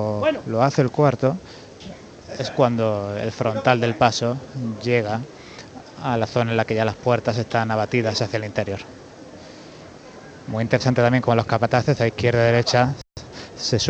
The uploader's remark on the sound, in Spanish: Retransmisión en directo del Viernes Santo en Jaén en el año 2023